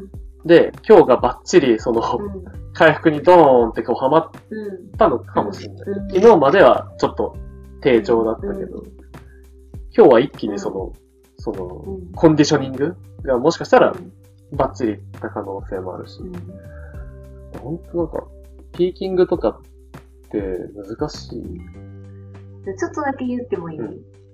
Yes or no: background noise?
yes